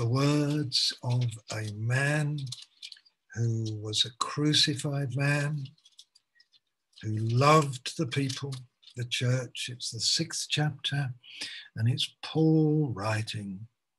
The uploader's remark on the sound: Malaysia Meets (Zoom)